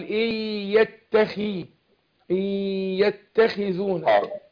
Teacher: الخاء مكسورة، هتاخد أدنى درجات التفخيم